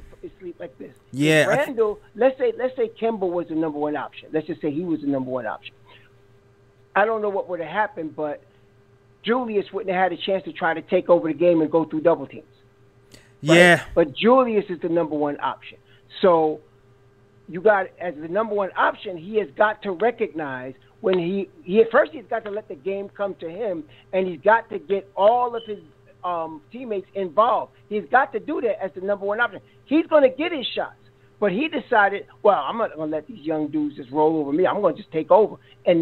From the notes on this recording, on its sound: Live Stream | Live Call. LIVE after the game while taking phone calls from listeners.